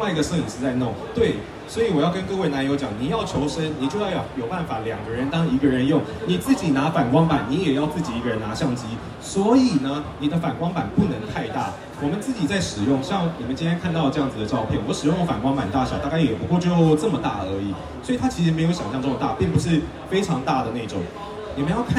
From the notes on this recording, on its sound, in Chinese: 解鎖Sony攝影展講師成就！沒辦法來現場的來這裡聽吧！！現場錄音版。